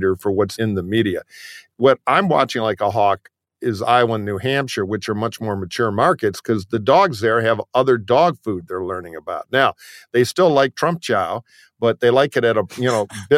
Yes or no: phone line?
no